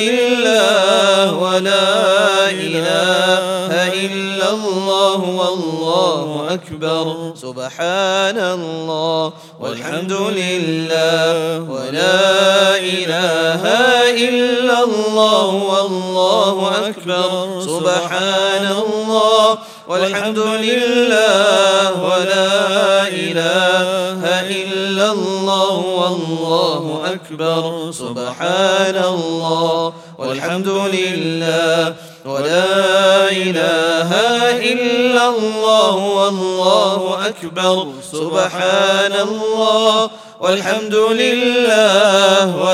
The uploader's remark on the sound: at the Houghton Masjid (West Street)